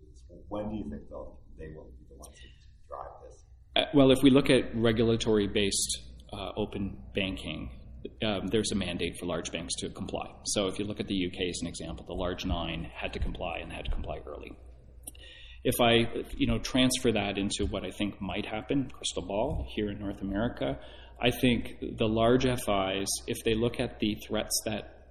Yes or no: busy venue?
yes